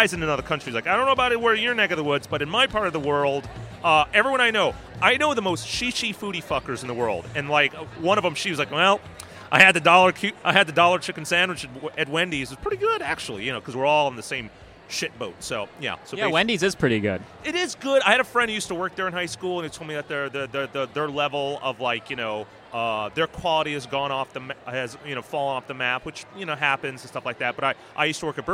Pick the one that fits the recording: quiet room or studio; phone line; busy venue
busy venue